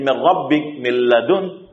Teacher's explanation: Yang dimaksud di sini adalah idgham ka kamil seperti min rabbik min ladun. Ini hilang gunnahnya pada nun tersebut.